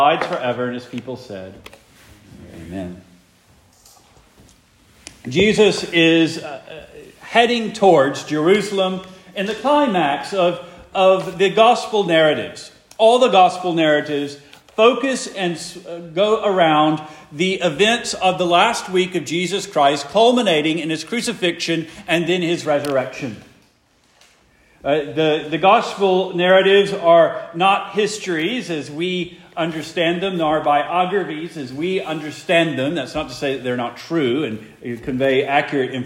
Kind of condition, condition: setting, large echoing room